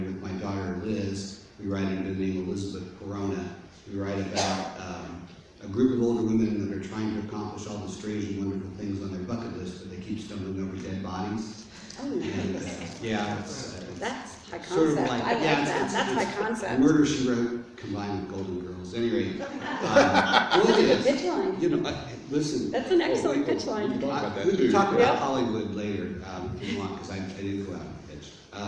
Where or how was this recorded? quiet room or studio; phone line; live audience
live audience